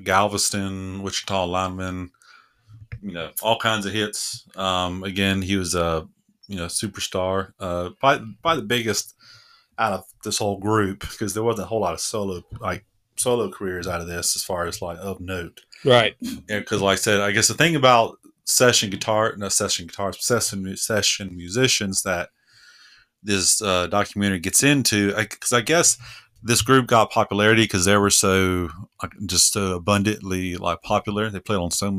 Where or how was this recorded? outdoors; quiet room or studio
quiet room or studio